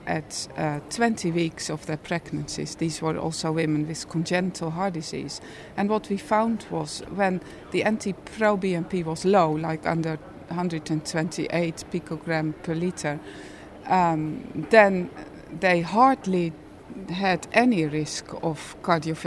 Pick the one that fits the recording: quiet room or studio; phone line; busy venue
busy venue